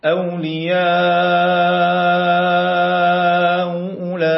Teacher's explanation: تسهيله الثانية يعني بين الهمزة والواو